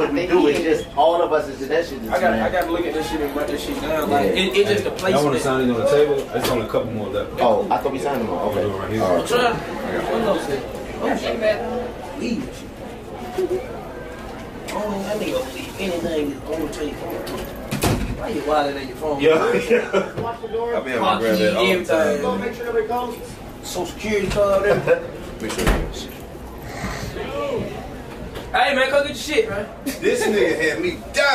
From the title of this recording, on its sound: The 85 South Show Live In Cashvile